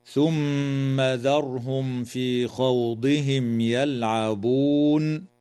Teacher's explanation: تغن الميم في كلمة ثم، وتظهر الميم الساكنة في قوله تعالى: ذرهم في خوضهم يلعبون، وتظهر لام الفعل في كلمة يلعبون، وتنتهي الآية عند هذه الكلمة، والوقف عليها من قبيل الوقف التام.